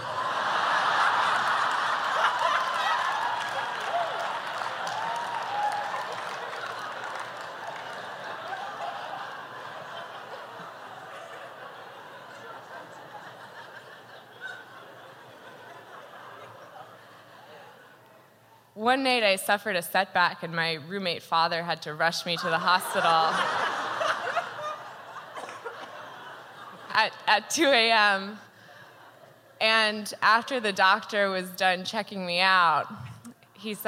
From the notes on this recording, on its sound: Told live on stage.